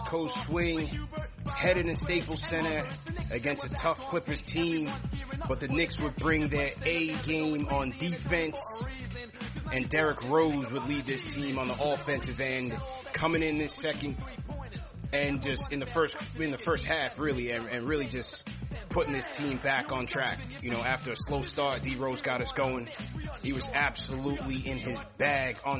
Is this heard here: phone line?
yes